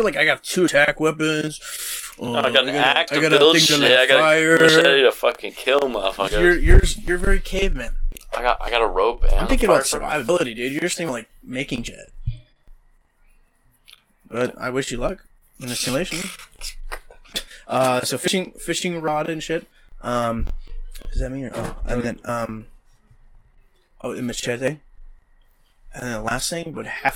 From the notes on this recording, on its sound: Audio was mildly crackled, no idea why and couldn't fix